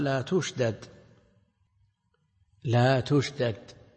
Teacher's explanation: الدال مشددة مضاعفة، والحرف المشدد عبارة عن حرفين، أولهما ساكن